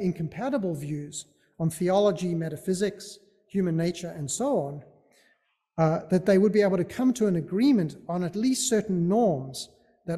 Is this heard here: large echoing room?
yes